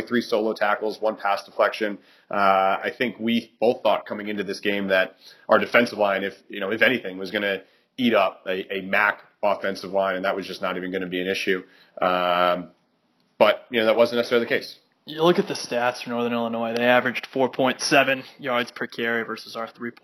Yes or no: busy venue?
no